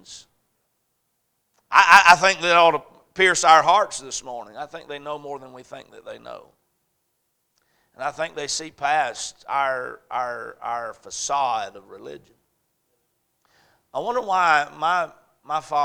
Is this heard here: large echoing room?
yes